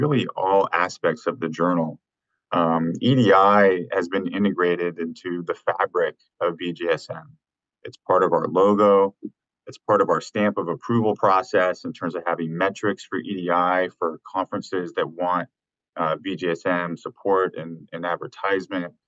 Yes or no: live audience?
no